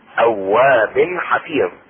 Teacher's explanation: التنوين يظهر عند الحاء